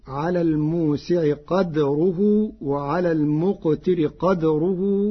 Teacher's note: قرأ ورش كلمتي قدره بإسكان الدال فتصير على الموسع قدره وعلى المقتر قدره متاعا.